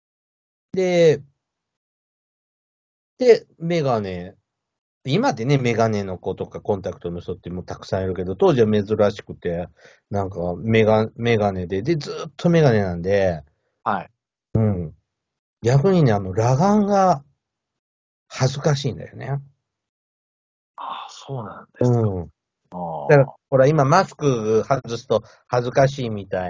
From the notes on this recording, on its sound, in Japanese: Skypeで収録しました。プチプチ音が途切れる箇所もちらほら。ズーム収録のつもりがSkypeになり。